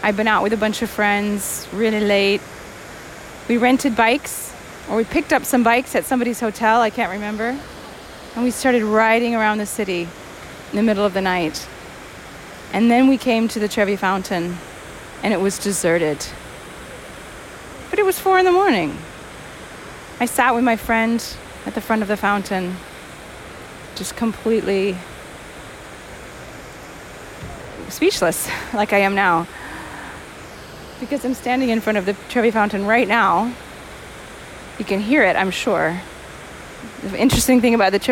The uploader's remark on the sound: From the Spanish Steps to Piazza Venezia, from the Pantheon to Piazza Navona. Finds empty streets, chirping birds, and precious few residents out for a stroll. Walk around empty Rome, capturing the sounds she hears and describing the sights she sees, from a deserted Trevi Fountain to church bells at noon ringing for (almost) no one to hear.